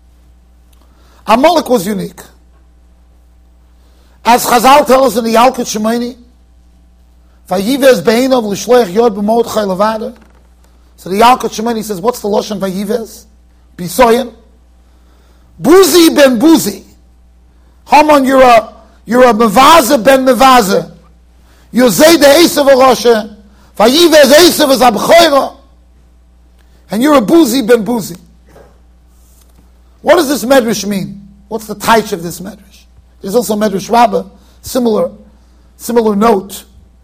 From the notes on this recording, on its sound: Shiur recorded in Yeshivas Ohr Reuven, Monsey NY.